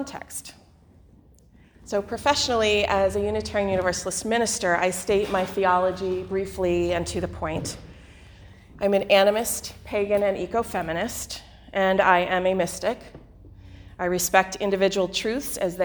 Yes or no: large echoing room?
yes